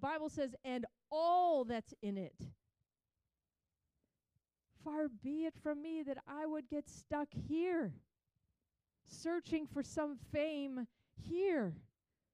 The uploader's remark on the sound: Recorded on April 16, 2023 at Crossing Life Church in Carmel, ME.